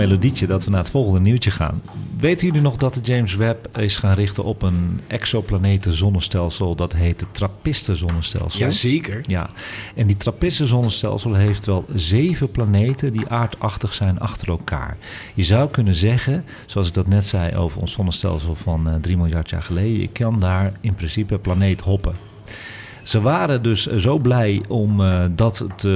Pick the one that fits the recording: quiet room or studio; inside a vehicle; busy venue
busy venue